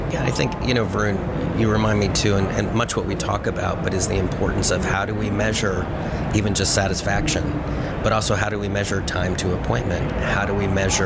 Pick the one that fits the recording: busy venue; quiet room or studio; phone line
busy venue